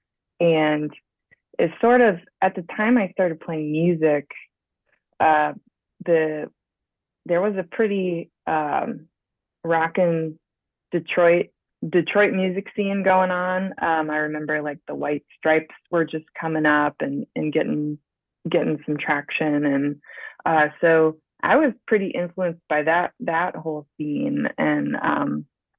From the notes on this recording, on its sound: Phoned in from her home in St.